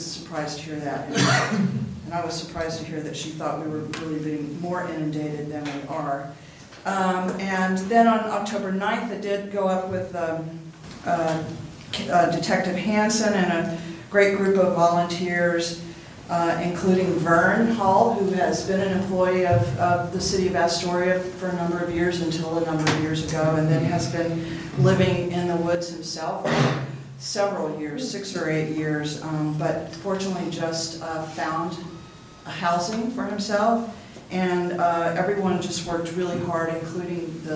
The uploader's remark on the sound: Live recording of Astoria City Council Meeting, November 19, 2018.